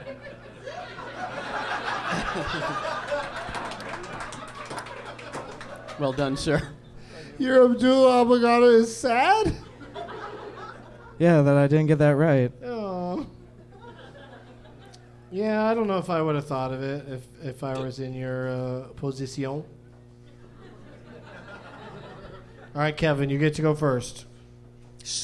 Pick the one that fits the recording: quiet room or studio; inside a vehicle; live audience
live audience